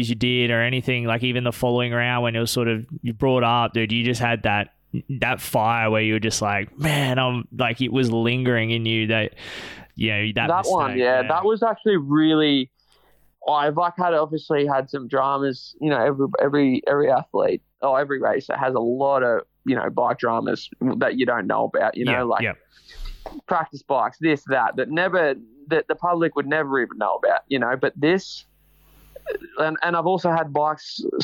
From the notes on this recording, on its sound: jumps on the phone